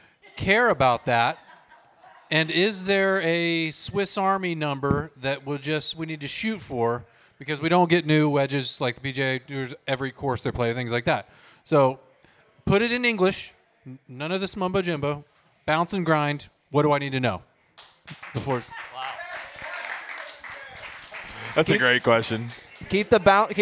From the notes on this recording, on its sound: On this episode, the boys take questions from the live audience.